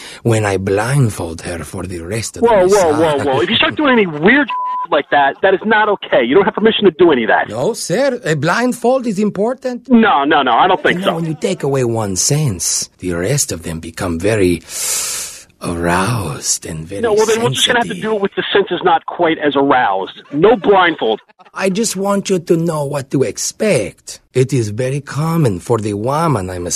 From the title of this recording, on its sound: Phone Tap